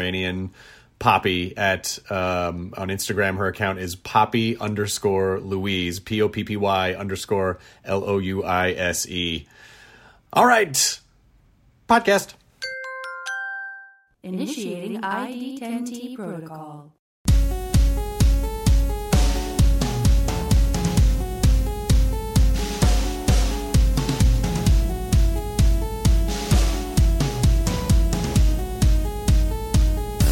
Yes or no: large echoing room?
no